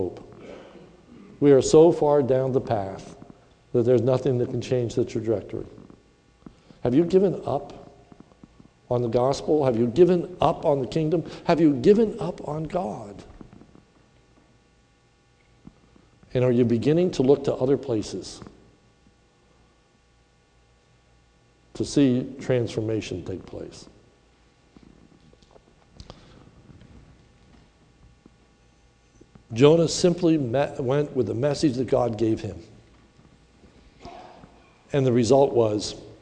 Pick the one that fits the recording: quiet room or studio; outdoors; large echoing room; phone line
large echoing room